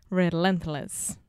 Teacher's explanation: the stress is on the middle syllable, relentless.